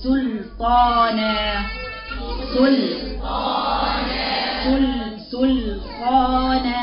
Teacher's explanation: السين واللام رقيقة والنون رقيقة الطاء بس يا الفخامة يبقى سلطانة سلطانة.